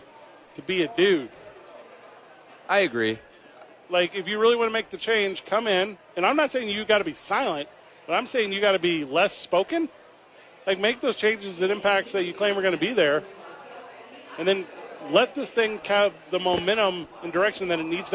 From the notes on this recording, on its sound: live from Isotopes Park